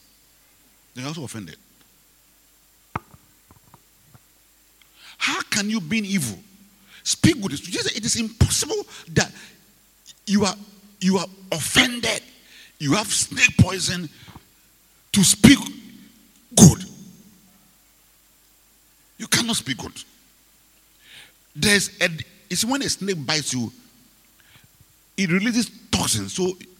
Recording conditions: large echoing room